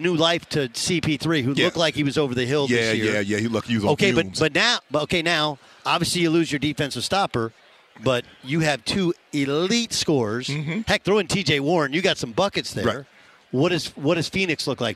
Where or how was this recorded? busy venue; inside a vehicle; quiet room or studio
busy venue